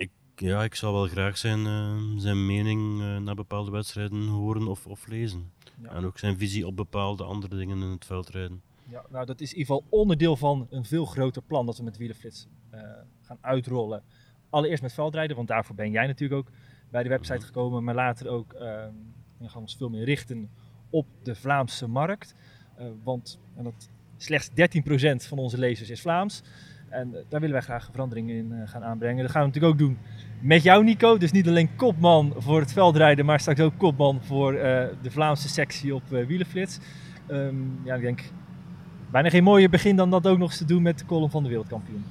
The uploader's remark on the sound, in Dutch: opgenomen op de Muur van Geraardsbergen